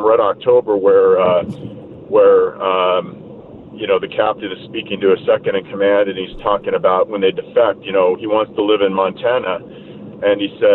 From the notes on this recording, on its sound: Live from CPAC